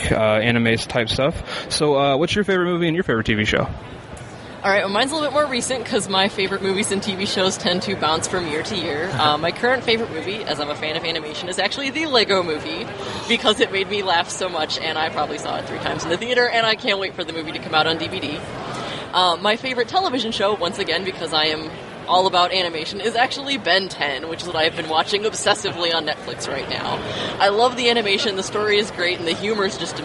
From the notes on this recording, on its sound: Live at Indy PopCon 2014. Recorded live from our booth at Indy PopCon!